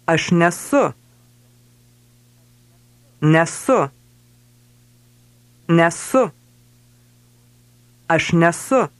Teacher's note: Note how ne and esu run into each other to become nesu.